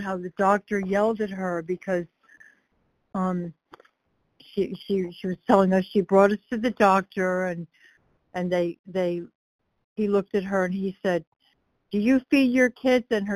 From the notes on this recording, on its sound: 100 Pounders Phone Meeting